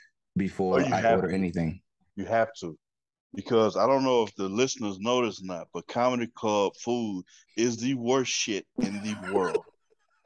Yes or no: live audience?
no